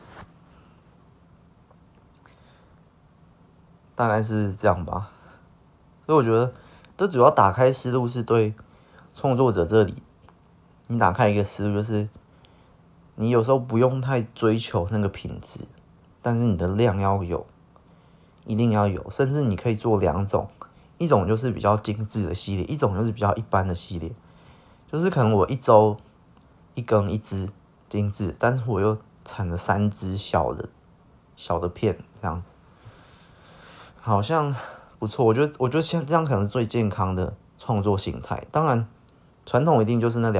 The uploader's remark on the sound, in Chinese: 音質不是很好，可能之後還是盡量少用手機錄吧